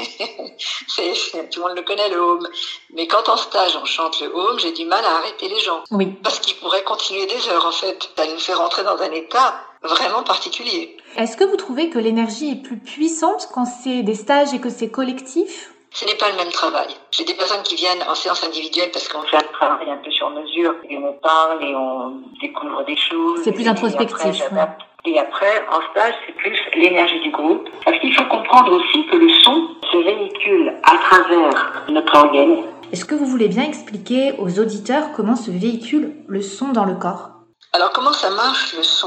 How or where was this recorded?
phone line